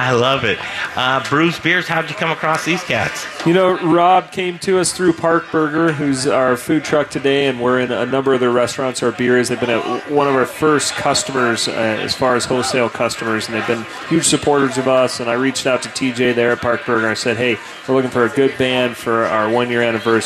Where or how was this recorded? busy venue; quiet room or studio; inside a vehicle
busy venue